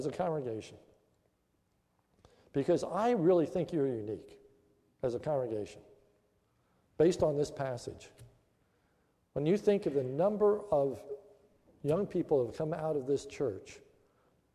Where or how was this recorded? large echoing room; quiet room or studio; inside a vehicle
large echoing room